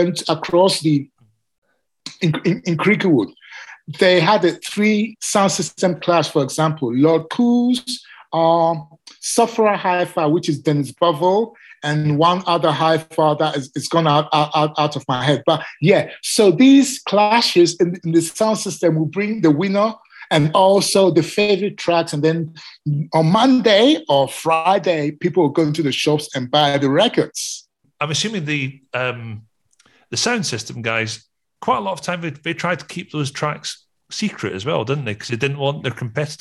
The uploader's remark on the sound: Like all these conversations, this was recorded over zoom, and we had some sound quality issues.